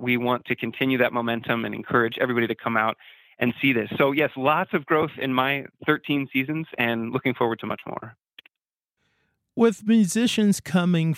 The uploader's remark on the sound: chats over the phone